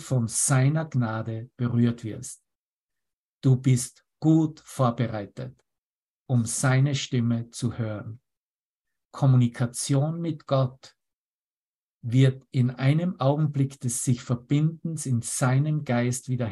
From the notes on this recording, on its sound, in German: Zoom-Session. Veranstaltet von der Aleph Akademie.